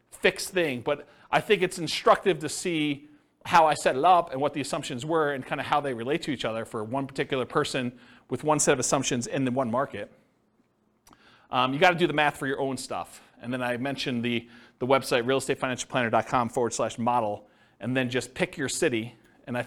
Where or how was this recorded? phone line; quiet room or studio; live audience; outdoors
live audience